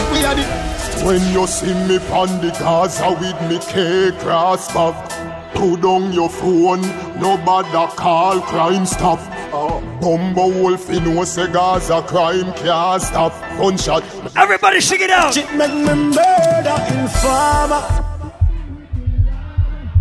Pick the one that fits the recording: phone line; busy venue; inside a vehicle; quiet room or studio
busy venue